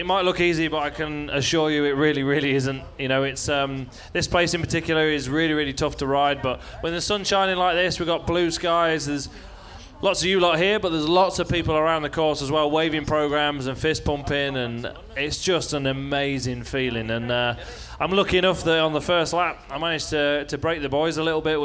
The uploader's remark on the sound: Live on stage at the Monster Energy Fan Park.